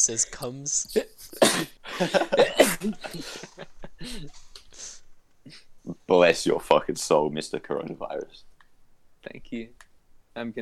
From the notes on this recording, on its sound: No shortage of talking over eachother and bad internet connection.